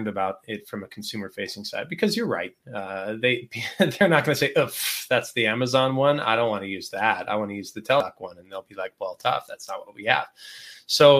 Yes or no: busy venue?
no